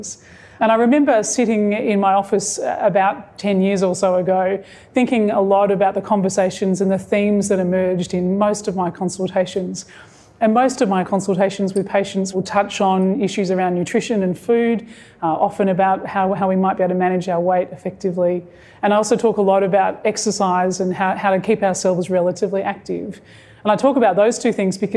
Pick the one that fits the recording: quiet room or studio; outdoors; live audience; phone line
live audience